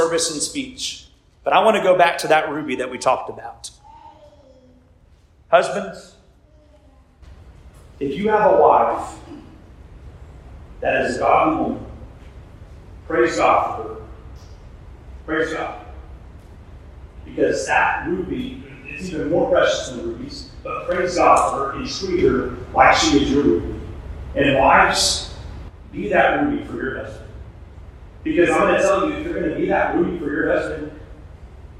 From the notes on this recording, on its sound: We experienced some audio issues during this episode